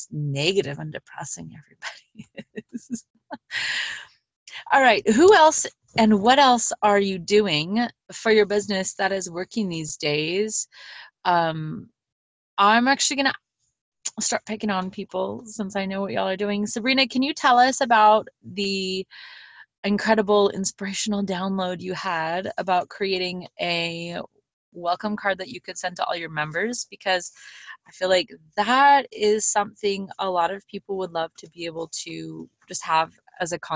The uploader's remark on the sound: Sitting in the Car - PHONE Biz Zoom!